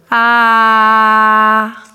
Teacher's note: It's kind of an oral shout and a less infantile nasal sound. · Term: projecting